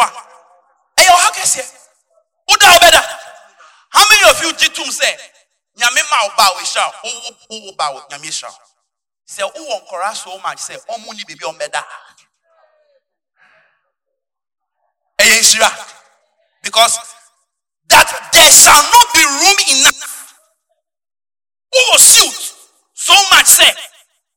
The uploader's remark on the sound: Preached at Gospel Salvation Church Akim Oda, Ghana at the Inspiration Morning Service on Sunday 15th March 2020